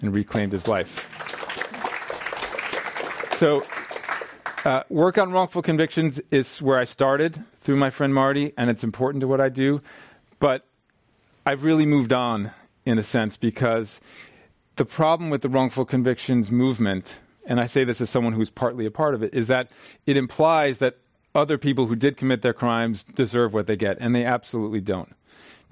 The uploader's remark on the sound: This program was recorded in front of a live audience at The Commonwealth Club of California in San Francisco on December 12th, 2019.